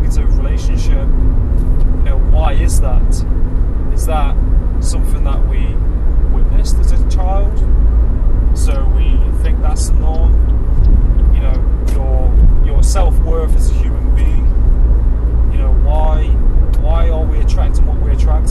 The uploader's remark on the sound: I recorded this via Bluetooth earphones while driving. You will hear the engine sounds, and car/traffic sounds.